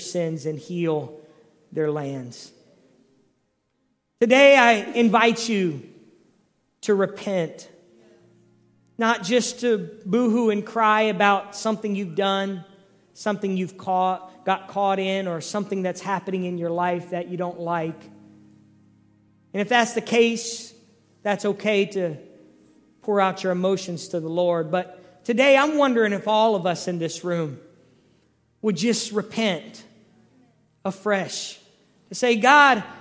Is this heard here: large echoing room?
yes